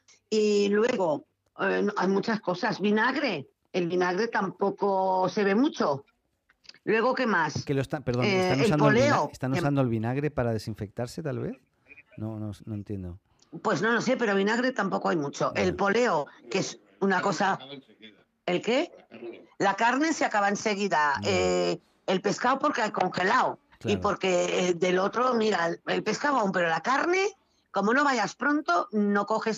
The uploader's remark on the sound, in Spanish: Desde Valencia, España. Conversamos por teléfono. Desde la ciudad de Valencia.